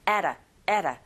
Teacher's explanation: 이렇게 발음하셔야 되는데, 첫 번째 강세를 꽝 주시고, ada, 여기는 d 사운드가 모음 사이에서 르처럼 들려서